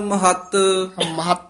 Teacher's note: ਮਹੱਤ ਪਾਠ ਕੱਸ ਕੇ ਹੀ ਉਚਾਰਨ ਕਰਨਾ ਮਹਿਤ ਨਹੀਂ ਕਹਿਣਾ